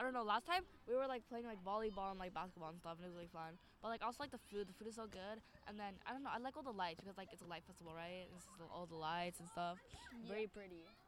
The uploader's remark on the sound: Walking around a diwali party with a laptop+microphone just for this episode!